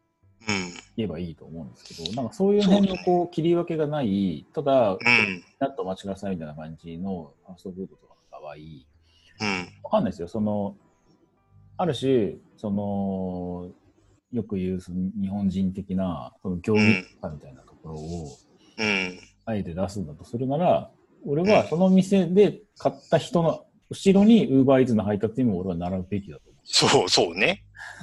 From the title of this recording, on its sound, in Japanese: リモート収録